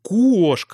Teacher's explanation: дифтонг «о» закрытый, начинается с «у»